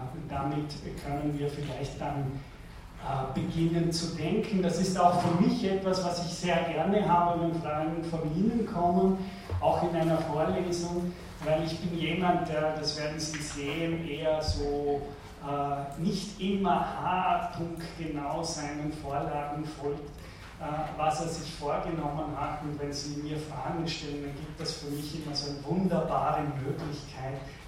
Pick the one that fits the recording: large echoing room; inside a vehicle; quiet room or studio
large echoing room